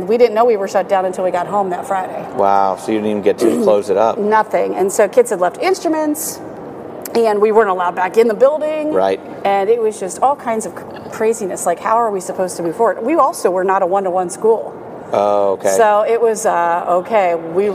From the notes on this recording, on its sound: Live from the Midwest Clinic in Chicago!